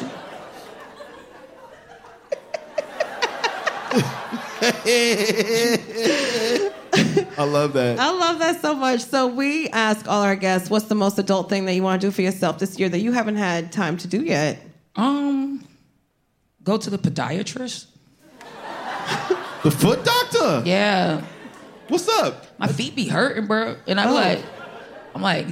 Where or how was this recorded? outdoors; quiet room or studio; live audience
live audience